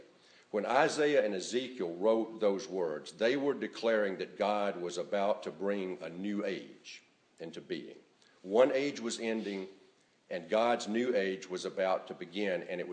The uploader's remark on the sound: A recording of the morning service sermon on January 7,2018